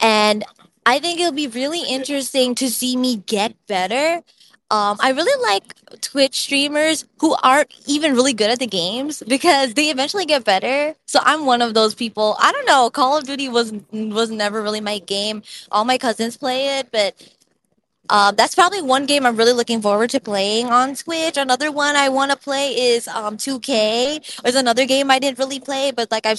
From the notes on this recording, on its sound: Takes the mic during mid-flight, thousands of feet in the air.